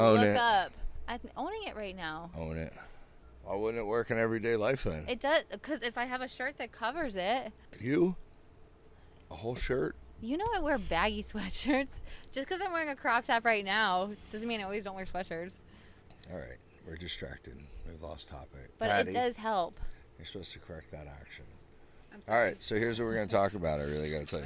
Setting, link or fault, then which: setting, inside a vehicle